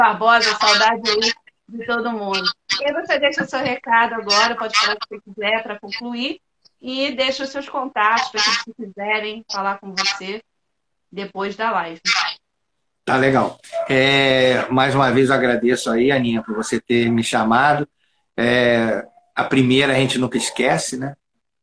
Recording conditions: video call